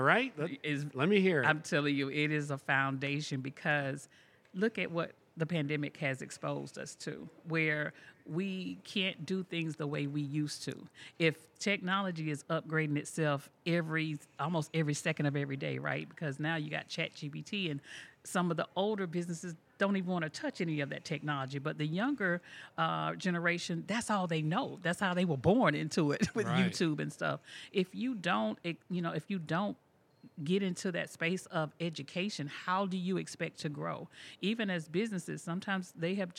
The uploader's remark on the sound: This and the following segments were recorded at this year’s annual JMI Small Business Leadership Conference hosted at Loews Sapphire Falls Resort .